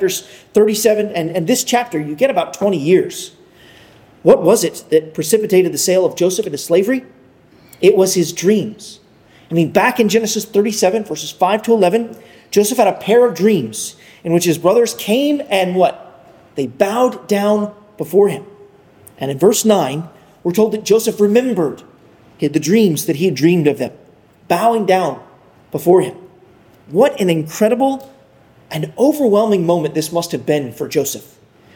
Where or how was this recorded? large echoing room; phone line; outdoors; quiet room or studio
large echoing room